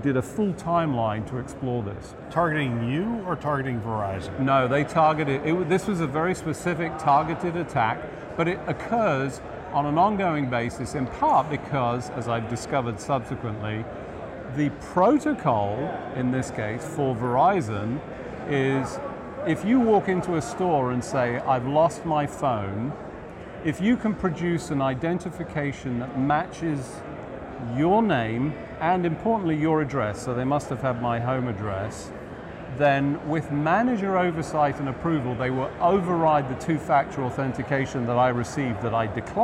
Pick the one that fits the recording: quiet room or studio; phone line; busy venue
busy venue